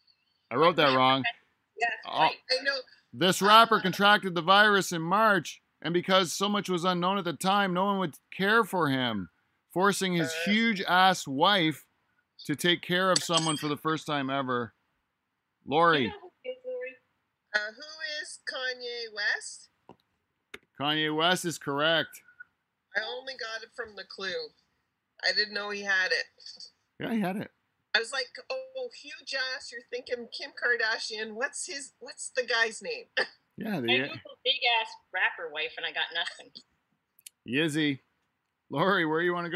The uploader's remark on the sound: It's on zoom, it's weird and uncomfortable at times, it's 2020!